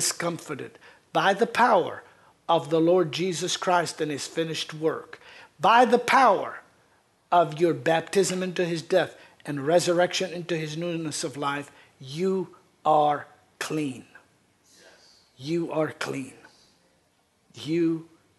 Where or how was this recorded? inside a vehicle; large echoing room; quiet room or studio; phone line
large echoing room